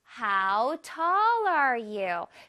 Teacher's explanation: tall 부분에서 음을 슉 높여주세요.